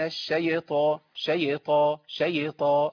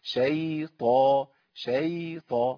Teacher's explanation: يبقى هخلص الياء من الطاء بإن أنا هسكن الياء · Shown in: second take · أقول شي طا شي طا.